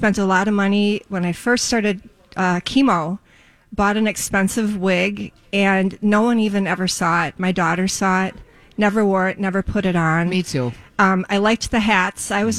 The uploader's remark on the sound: live at Southern Lights!